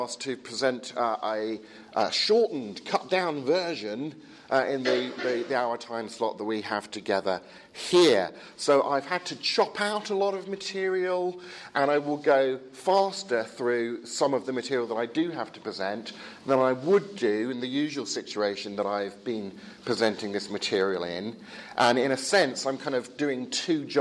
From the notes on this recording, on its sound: Edited lecture and Q&A time from the 'Advanced Apologetics Network' at the European Leadership Forum 2017.